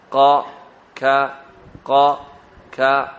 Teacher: والقاف أقصى اللسان فوق ثم الكاف أسفل